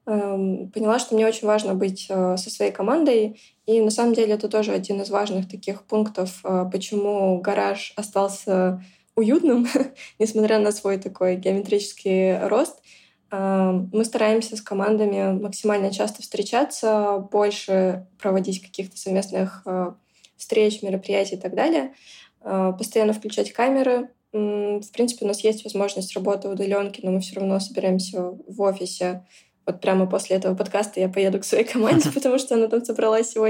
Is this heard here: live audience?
no